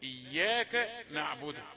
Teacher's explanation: اللهجة الأولى بتخلط الحروف ببعضها يعني بتعمل الكاف مع النون في كلمة نستعين. تقول كنستعين.